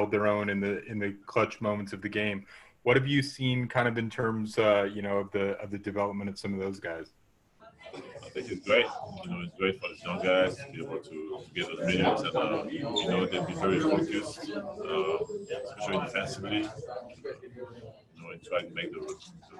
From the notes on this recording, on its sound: addressed the media via Zoom conference